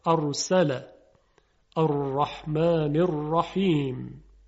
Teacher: برای تلفظ حرف ر یا را سر زبان به لثه دندونهای صنایعی بالا، دندونهای جلو برخورد میکنه و یک حالت تکرار و ارتعاش در سر زبان یا لرزش ایجاد میشه